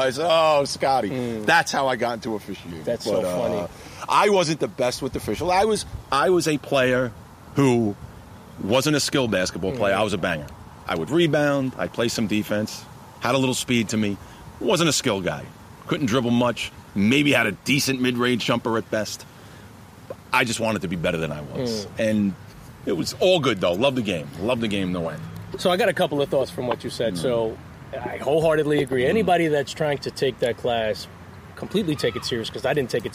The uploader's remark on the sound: In this pod, we pull up to a park in Massapequa, NY.